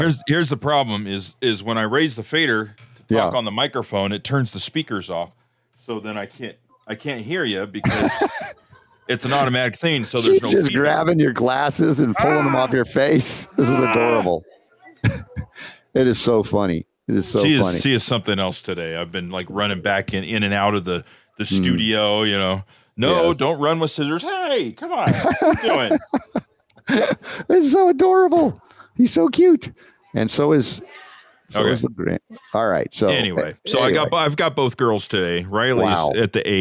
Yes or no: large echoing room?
no